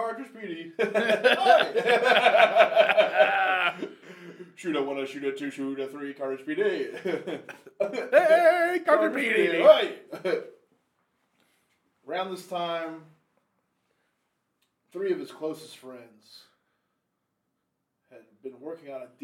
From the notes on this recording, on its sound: Folks the sound on this isn't the best, we had a recorder problem. The sound on this isn't the best, we had a recorder problem and tries to record this two weeks in a row, some type of curse. It's like the old days, still listenable but you'll wanna crank it.